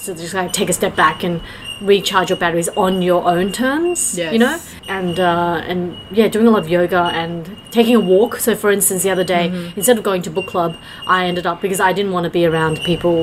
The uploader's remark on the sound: (Please enjoy the therapeutic sound of this episode's surrounding, and excuse the noise in the background, LOL).